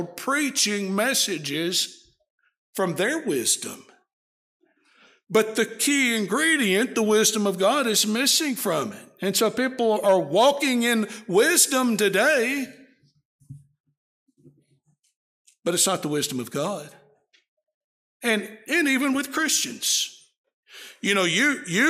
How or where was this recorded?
large echoing room